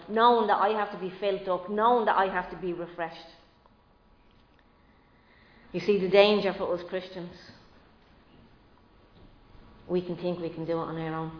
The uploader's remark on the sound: Recorded live in Liberty Church on 24 April 2022